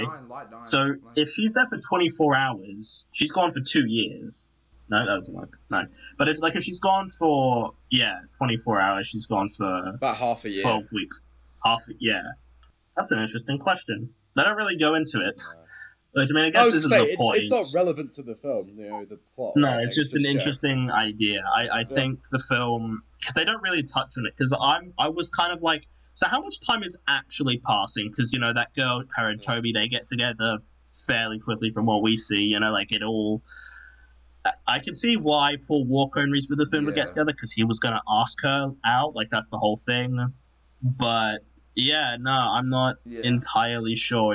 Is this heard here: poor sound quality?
yes